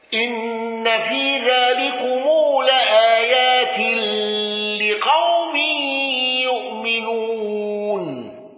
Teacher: قالون بتوسط المنفصل وصلة ميم الجمع